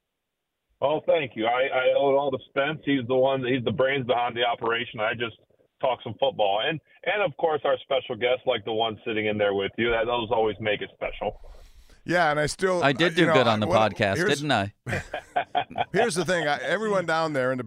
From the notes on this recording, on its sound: More big names in Pittsburgh sports call in to the show.